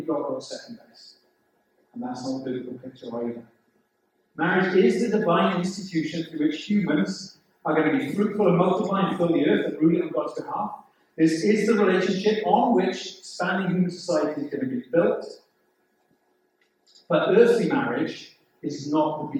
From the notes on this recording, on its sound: The sound quality of this recording is quite poor.